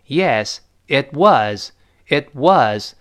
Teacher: it was, itwas。这里边就没有发生这个连读。为什么呢？因为 Yes, itwas，这个 itwas，后面那个 was 重读了一下，It was 中间的风格比较清晰了。不像我们刚才说，It was, itwas，那个 was 是轻读的。后面 was 重读了，前面那个 it 就自然发生了一个这个失去爆破现象